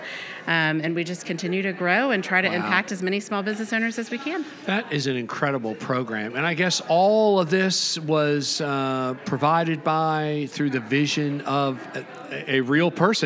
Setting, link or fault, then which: setting, busy venue